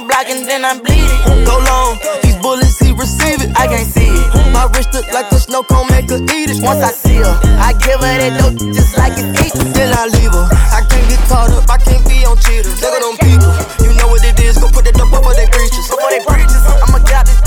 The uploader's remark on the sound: waffle factory happy hour ( no mic )